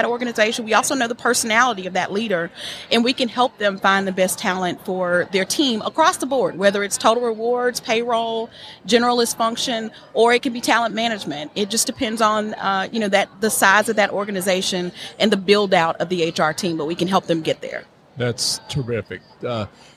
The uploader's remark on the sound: LIVE from SOAHR 2023